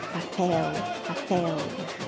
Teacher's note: So the L at the end of the word is pronounced as U, but we don't really stress the U